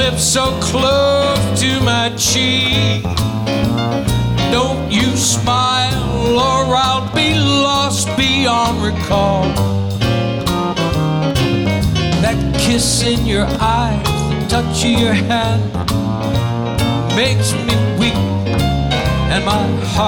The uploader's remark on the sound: Live at the SouthPoint Casino